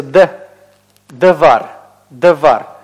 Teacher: камец и цере, оказавшись в предпредударном слоге, редуцируются до шива · Term: шва